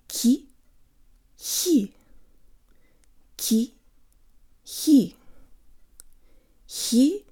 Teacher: The he syllable is almost like ki. Say a Russian ka, but don't block the airflow all the way.